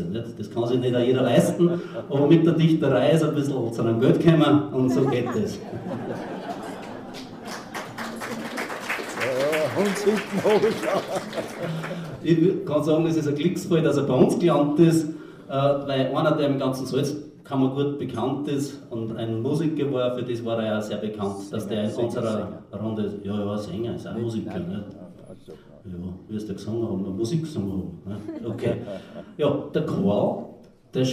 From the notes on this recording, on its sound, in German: Sie hören in diesem Beitrag selbstverfasste Texte von AutorInnen des Stelzhamerbundes Bezirk Freistadt. Die Aufnahme entstanden bei einer öffentlichen Lesung.